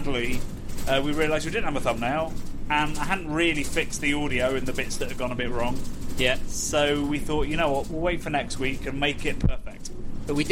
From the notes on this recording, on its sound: This week's episode is brought to you from LITERALLY under the sea, as we hurtle back from Belgium